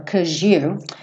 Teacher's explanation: Esse cause you poderia soar cause you, às vezes esse cause seguido de you soa como um J